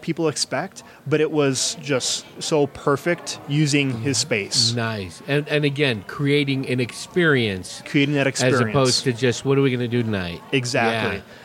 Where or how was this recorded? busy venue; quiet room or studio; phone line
busy venue